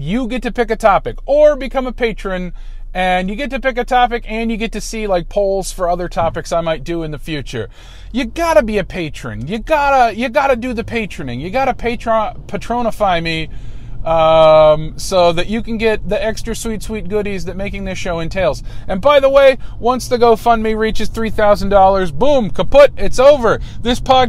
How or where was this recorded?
inside a vehicle